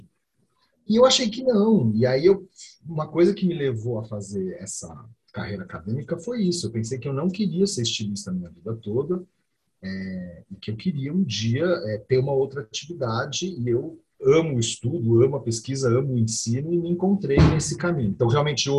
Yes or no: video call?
yes